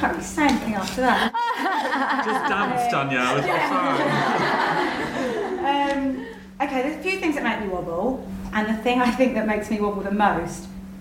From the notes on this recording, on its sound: Wobble is live at Byrdie HQ in Central London. In front of an invited audience of Wobble listeners and Byrdie super fans.